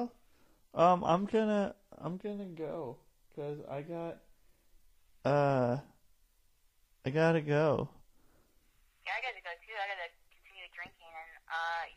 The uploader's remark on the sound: I have a phone in call. From Sandpoint Idaho.